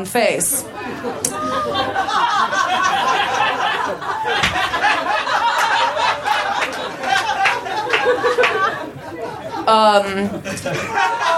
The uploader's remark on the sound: Recorded at Union Hall in Brooklyn, March 7, 2014.